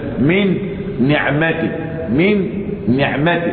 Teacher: تدخل النون الساكنة في النون المتحركة عند الملاقاة والمقابلة إدغاما كاملا بغنة